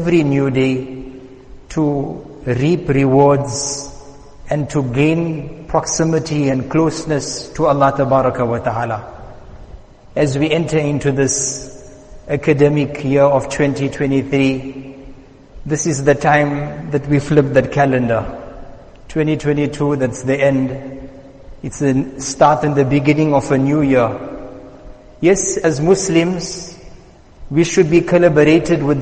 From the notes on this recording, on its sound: Jumuah Lecture at Masjid us Saliheen.